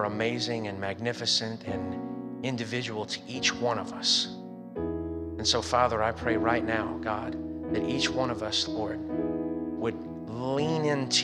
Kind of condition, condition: setting, large echoing room